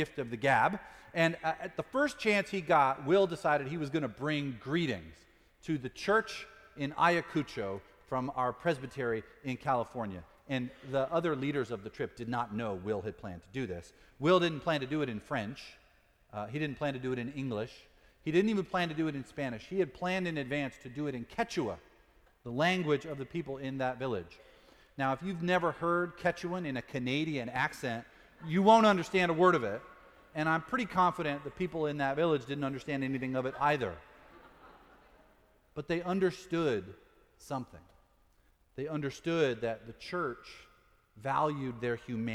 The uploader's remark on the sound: Sermon preached at Fourth Presbyterian Church for Pentecost, 2018, also Confirmation Sunday.